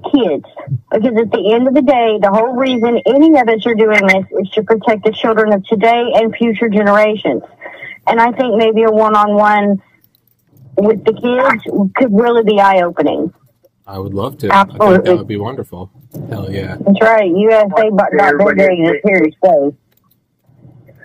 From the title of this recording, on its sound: Truckers Call